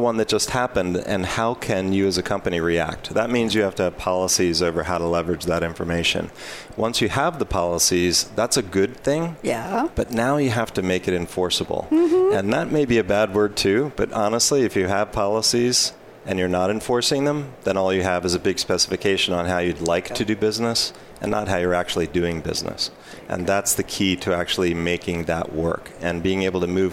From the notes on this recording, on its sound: Live from Sap Sapphire Now 2017.